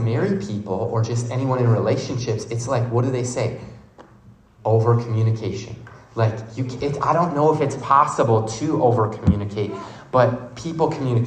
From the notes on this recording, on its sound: The audio recording from their message speaking to college students in St. Paul, Minnesota at a campus ministry called Chi Alpha on the University of St.